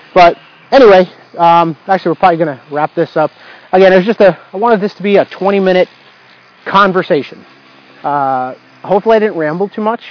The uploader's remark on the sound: In this episode, I am walking outside, leveraging a chance to get fresh air and exercise, while recording a podcast. Dictamus – Used to record the episode (I later found that I could have increased the quality of the recording, oh well).